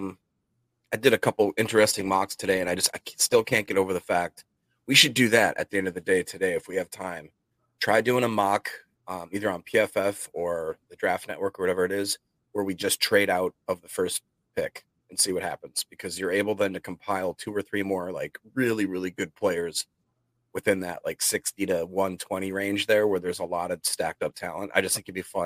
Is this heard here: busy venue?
no